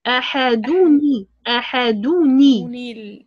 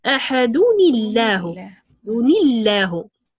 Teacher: إذا هذه نون زائدة. إذا عند التقاء ساكن هنا سيكون تحريك الساكن الأول بالكسر · Term: التقاء ساكنين